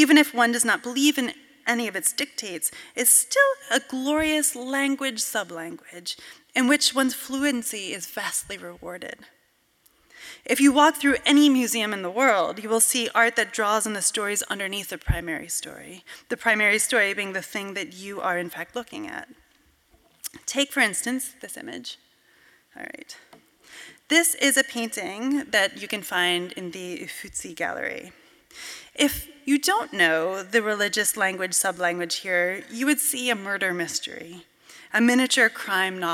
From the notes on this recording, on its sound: from a Portland Arts & Lectures event in early 2023 at the Arlene Schnitzer Concert Hall